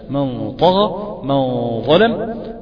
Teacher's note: الغنة تخرج من الخيشوم عادي جدا، وانت اقصى اللسان عندك هيستعلي قليلا · Term: التفخيم